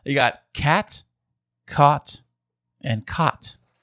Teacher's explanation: you have a fairly raised at and cat, and you do not have the low back vowel merger